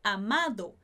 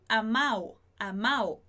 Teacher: o verbo amar, no particípio fica amado, e aí eles pronunciariam amao, amao, sem esse D. · Shown in: second take